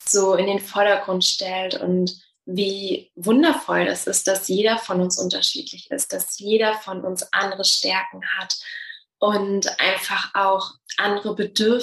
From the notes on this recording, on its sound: Einen Auszug aus meinem Restart Your Life Workshop, den ich Ende Januar live via Zoom gegeben habe.